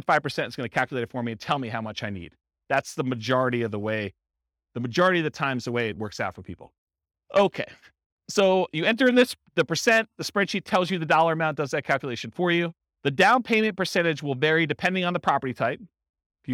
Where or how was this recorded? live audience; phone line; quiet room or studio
live audience